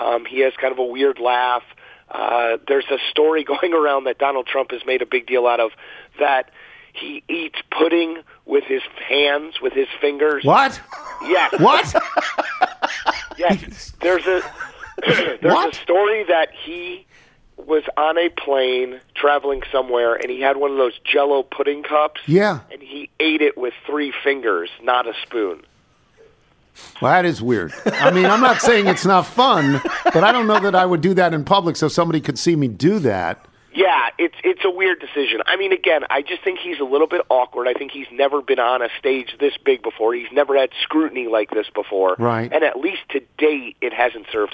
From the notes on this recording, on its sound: phones